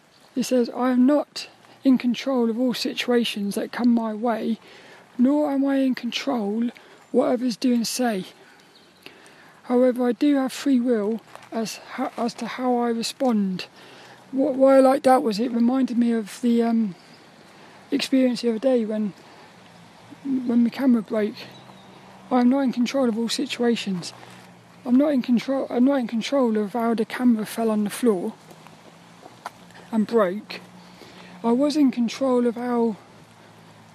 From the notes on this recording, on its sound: This 'About The Tings' episode is a Walk and Talk. As I got caught in a downpour. I recorded this one under the shelter of the trees, which created lots of nice ambient sounds to enjoy.